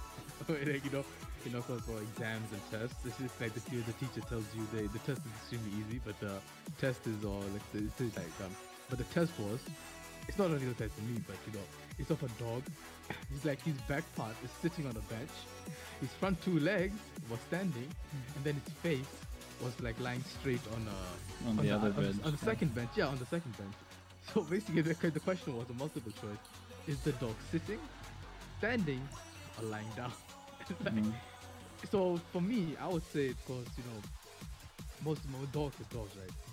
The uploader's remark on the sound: Please excuse the averageness and the unbalanced audio, we are still finding our groove. Background music used in video.